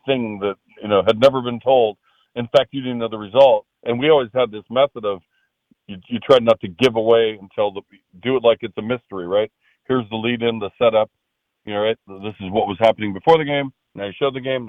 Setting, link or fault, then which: link, phone line